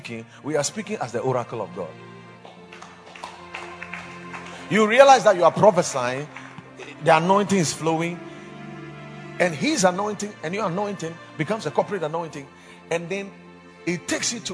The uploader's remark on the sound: Preached at the Watered Garden Church